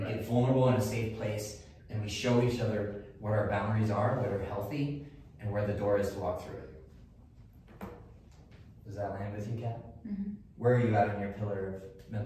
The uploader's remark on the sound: Today's episode is taken from a live event. At the event Unleash Your True Potential, we asked two members of the audience to share the best skills that they use to balance their daily lives.